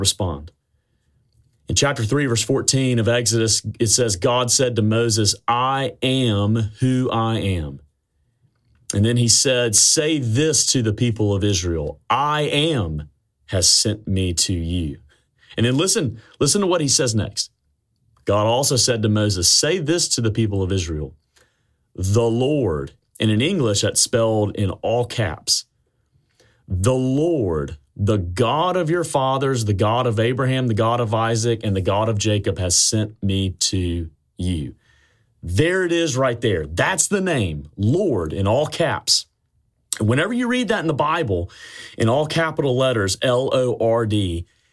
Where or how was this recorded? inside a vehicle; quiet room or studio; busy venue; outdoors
quiet room or studio